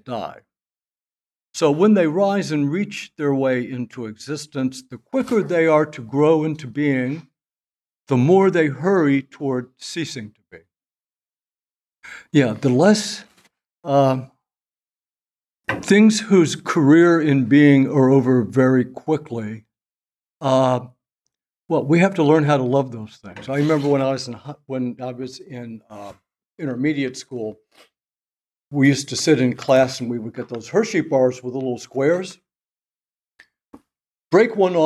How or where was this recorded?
large echoing room